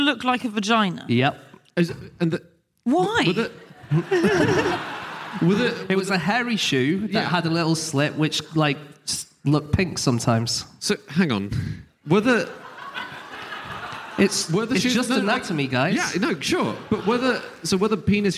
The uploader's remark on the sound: Live from Edinburgh.